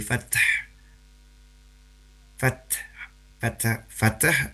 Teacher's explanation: sifat syiddah dan sifat mendesis, itu ternyata juga dimiliki oleh huruf ta